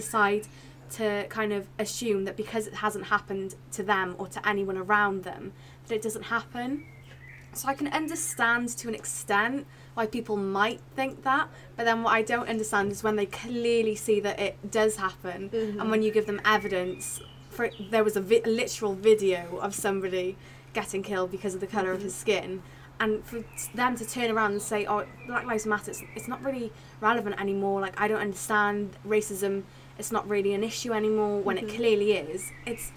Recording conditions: sounds in the background